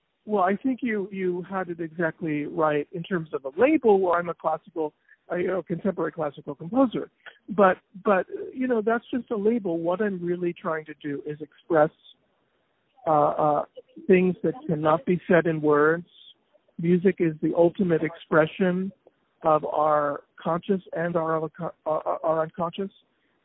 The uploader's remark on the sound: On the phone